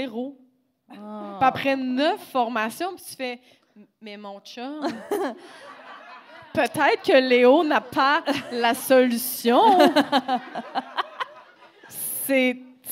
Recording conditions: live audience